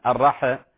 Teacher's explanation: الرح لا تقلقل، الحاء فيها همس ساكنة